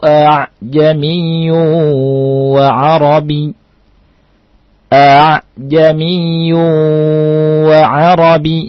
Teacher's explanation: dibaca dengan istilah baina-baina. Yaitu antara hamzah dan alif.